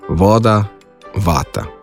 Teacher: Pred samoglasnikom se fonem V izgovarja dvoustnično.